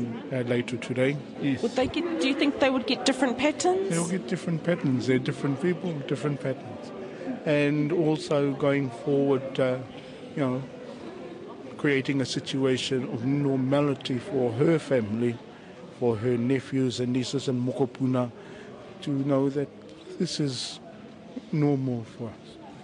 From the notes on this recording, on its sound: on Waitangi Day he presented a lecture